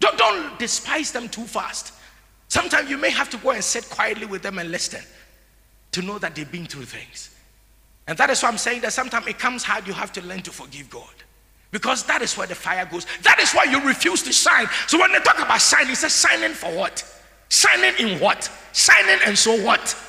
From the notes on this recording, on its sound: Sermon preached at CBC Shiashie Campus.